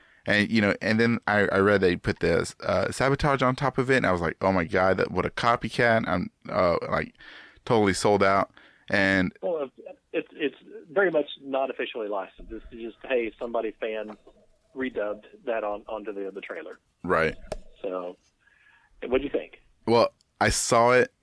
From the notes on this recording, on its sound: Because it was a busy Sunday for us both and I didn’t have time to drive half way across Texas to record with him today. While on the phone.